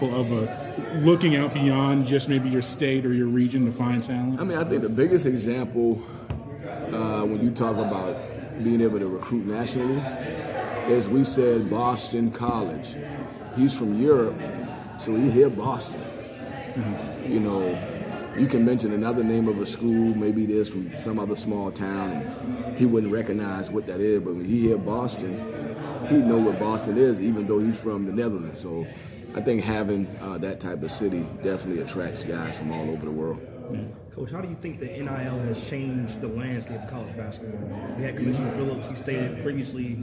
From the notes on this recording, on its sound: during the ACC Tipoff event in Charlotte, North Carolina October 12